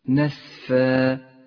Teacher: مد العوض في كلمة نسفا، مد في حالة الوقف عوض عن تنوين الفتح في حالة الوصل، نسفا يمد بمقدار حركتين